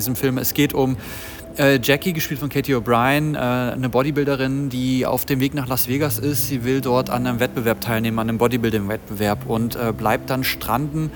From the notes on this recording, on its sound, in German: live von der Berlinale